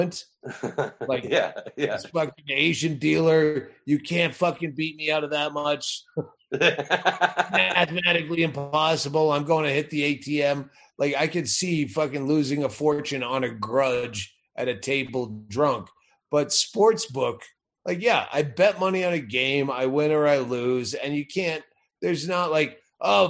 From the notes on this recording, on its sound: joining me for a brief chat on Zoom.